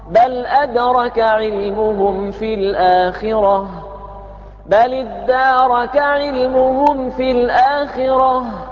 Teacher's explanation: بهمزة قطع وعندئذ لا تكون الدال مشددة